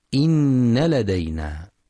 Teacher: يخطئ من يقرأ بزيادة ألف بعد النون إنا لدينا، والصواب نون مشددة مفتوحة فقط